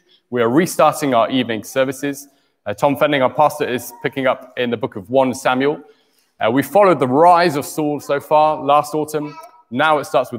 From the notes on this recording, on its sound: Morning Service Live.